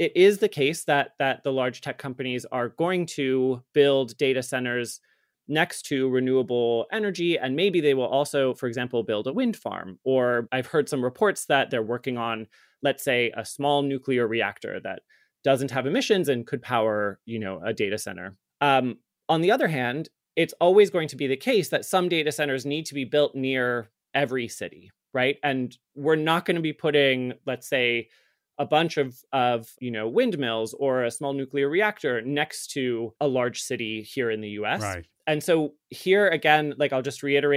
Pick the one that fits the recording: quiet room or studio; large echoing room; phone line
quiet room or studio